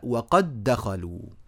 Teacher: يصير النطق أيضا بدال واحدة مشددة · Term: الادغام